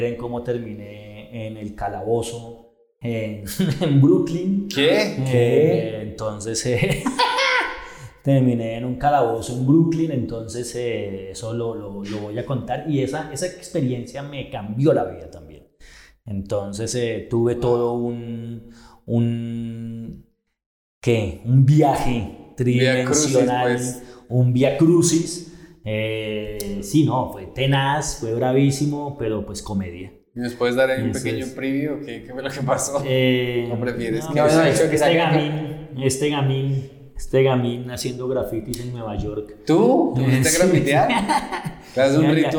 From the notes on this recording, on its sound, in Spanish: DISCULPAS POR EL ECO EN EL AUDIO. Directo desde Bogota.